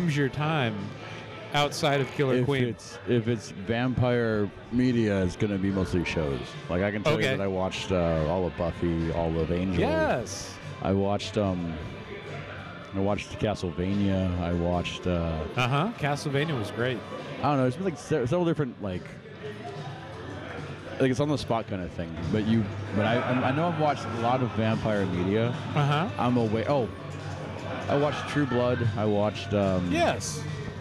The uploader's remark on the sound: live from the floor of Free Play Denton